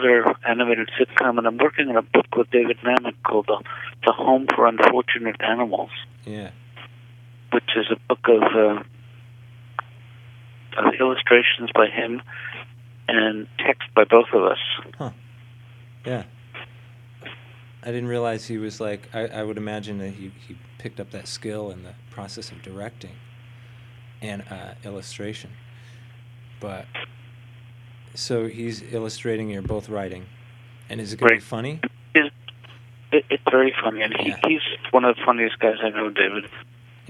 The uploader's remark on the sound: Over the phone. This audio was edited very lightly from its original recording.